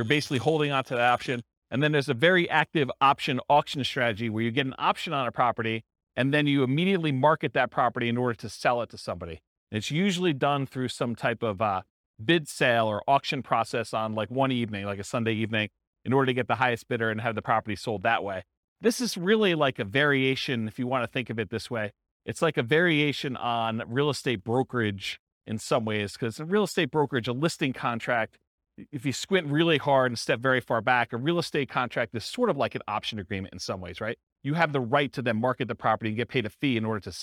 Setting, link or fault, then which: setting, live audience